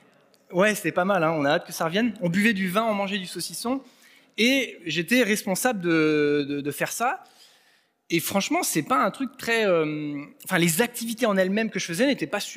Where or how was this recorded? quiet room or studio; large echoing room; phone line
large echoing room